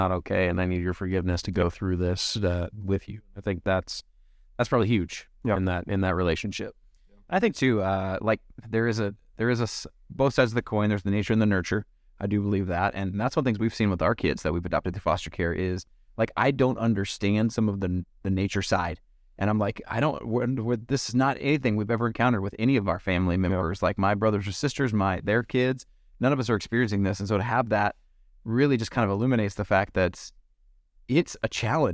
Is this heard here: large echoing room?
no